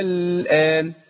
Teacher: ده اسمه مد لازم، حرف المد جه بعديه سكون